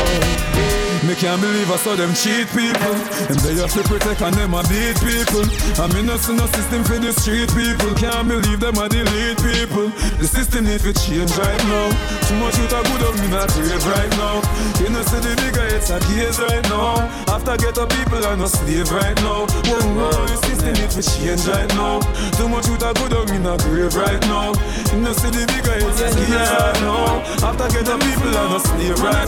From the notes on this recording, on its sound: Live Audio from our set at Dancinar #5. Live Set.